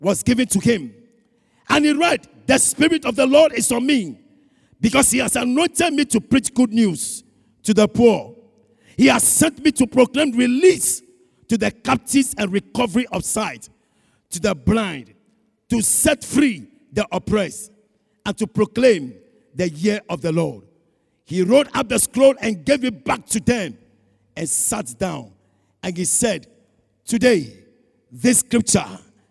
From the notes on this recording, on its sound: Sermon preached at CBC Shiashie Campus on August 15, 2021